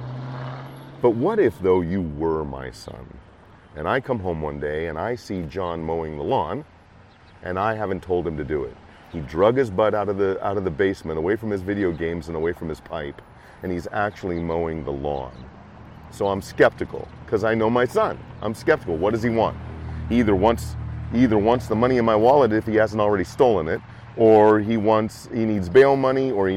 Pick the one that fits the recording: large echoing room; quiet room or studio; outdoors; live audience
outdoors